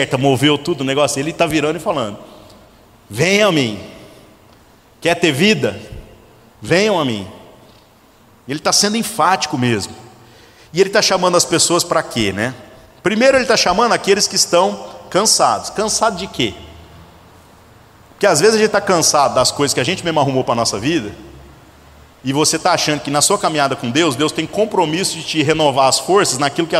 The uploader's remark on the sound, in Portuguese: gravado em 16/05/2018 na Igreja Sal da Terra - Manifesto, em Uberlândia-MG